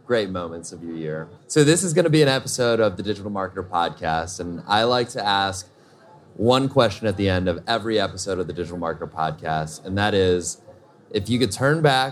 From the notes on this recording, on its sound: This episode of the DigitalMarketer podcast has been taken straight from the Traffic & Conversion stage and right to your headphones.